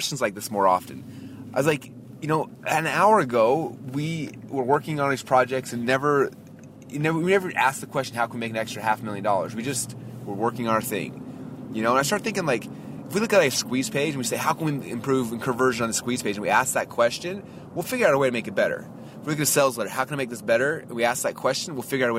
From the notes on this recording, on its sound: I just actually drove my brother, who’s our audio-video guy, back to the airport. I’m driving back. I’ve got probably 15 minutes or so in the car.